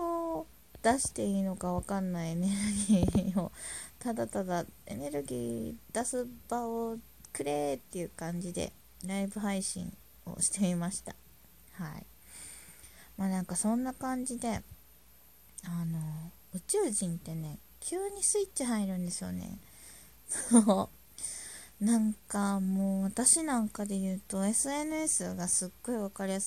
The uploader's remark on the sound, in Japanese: 雑音あり。音量注意。